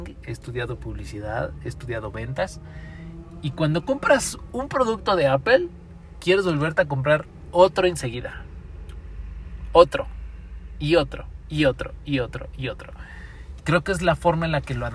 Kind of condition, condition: setting, inside a vehicle